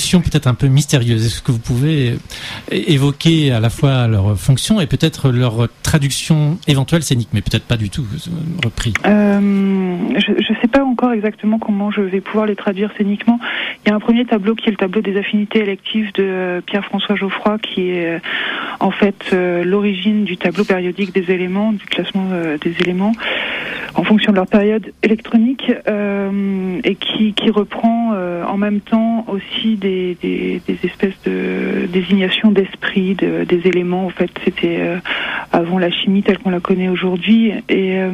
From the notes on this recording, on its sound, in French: par téléphone